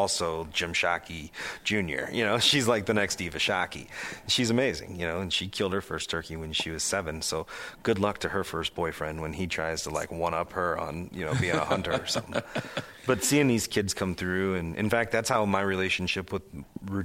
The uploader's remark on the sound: at the Professional Outdoor Media Association Conference in Wichita, KS